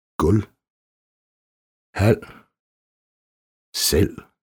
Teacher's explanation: V er ofte stumt efter L. · Term: Stumt V